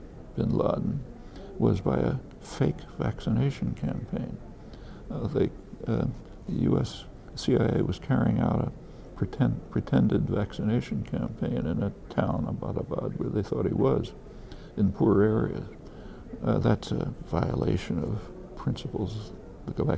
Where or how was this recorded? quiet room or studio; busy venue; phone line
busy venue